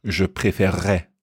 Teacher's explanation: when you're saying quickly, it almost becomes like je préférerais. When you're doing a kind of double R sound there.